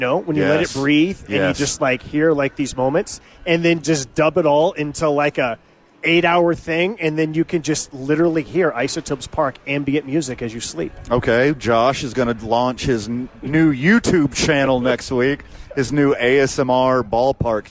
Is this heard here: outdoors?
yes